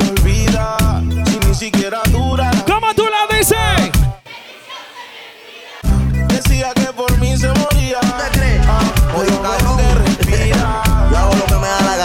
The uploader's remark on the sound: Reggaeton live session at Clandestino Casco Antiguo Panamá.